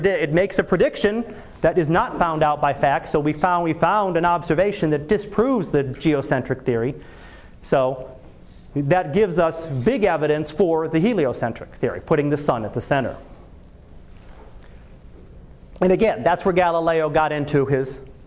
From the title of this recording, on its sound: Live Class Lecture